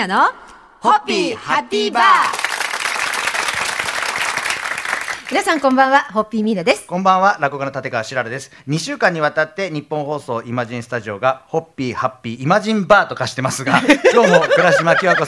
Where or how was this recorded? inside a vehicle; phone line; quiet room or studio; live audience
live audience